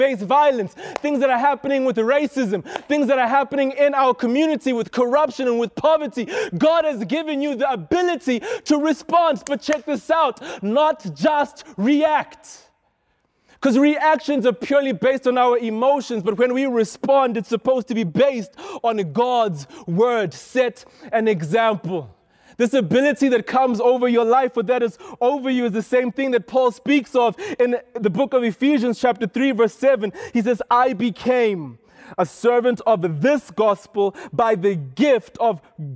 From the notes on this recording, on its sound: This is a sermon I preached at Rhema Youth